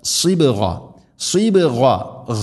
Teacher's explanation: സ്വാദ് ഉച്ചരിക്കുന്ന സമയത്ത് നാവിൻ്റെ മധ്യഭാഗം അണ്ണാക്കിലേക്ക് ഉയർന്നു നിൽക്കണം. സ്വരഭാരത്തിൽ ഉച്ചരിക്കേണ്ട അക്ഷരമാണ് സ്വാദ്.